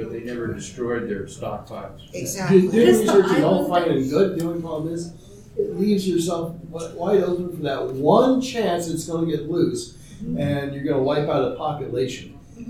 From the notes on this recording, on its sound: TusCon 50 Panel. Recorded live 11/11/23 Saturday – Panel Room 1.